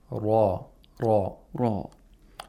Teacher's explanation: ra should be pronounced with the tip of the tongue touching, actually, the alveolar ridge.